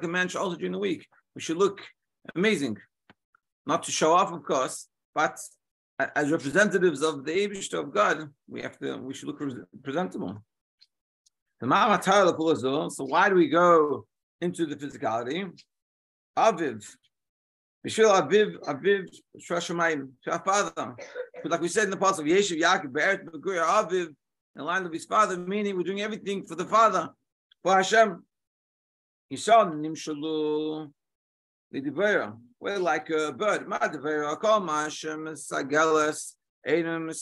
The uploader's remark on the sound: Daily Zoom Shiur